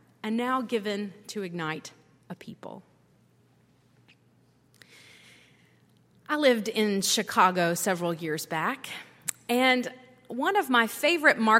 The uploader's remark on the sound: at Highland Baptist Church.